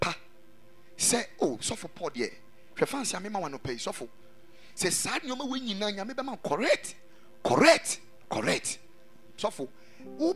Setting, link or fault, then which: setting, large echoing room